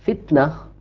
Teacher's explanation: جريان النفس هذا اللي هو الهمس أعطاني وضوحا للتاء